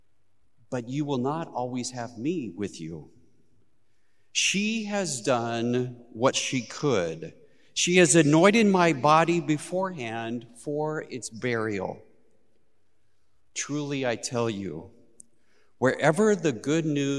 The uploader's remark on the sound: Recorded live at Beatitudes Church in Phoenix, AZ